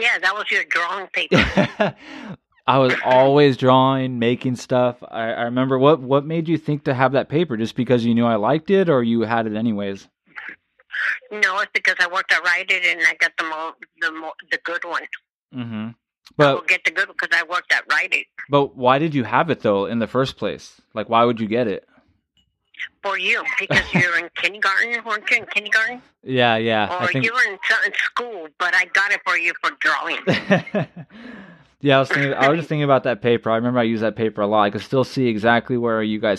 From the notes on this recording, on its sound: A phone conversation with each of his grandmothers.